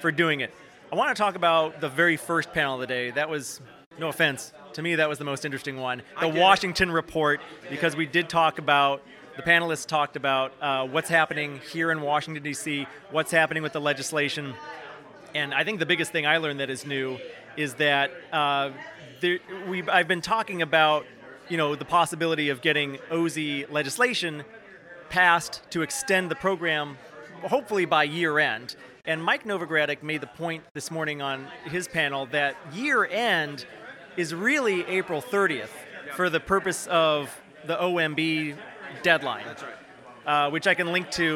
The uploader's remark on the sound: 150 of the top Opportunity Zone professionals and investors gathered in Washington DC for the Novogradac 2023 Fall Opportunity Zones Summit. Live on-site.